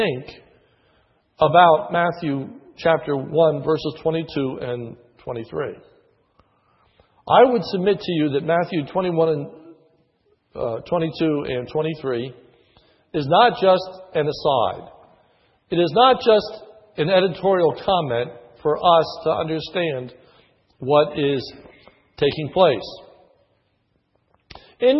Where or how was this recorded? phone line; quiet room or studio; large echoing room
large echoing room